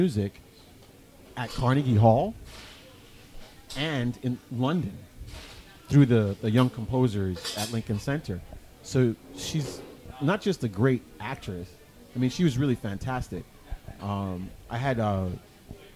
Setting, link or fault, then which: setting, busy venue